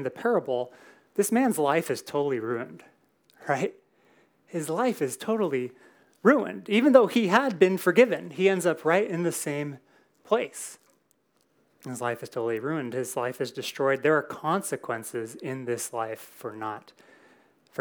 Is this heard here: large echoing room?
yes